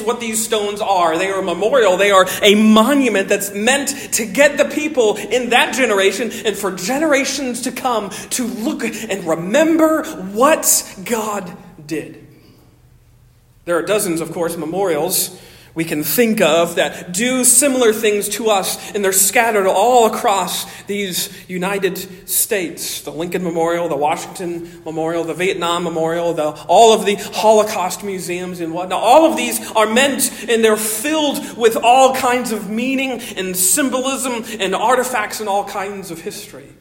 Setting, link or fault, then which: setting, large echoing room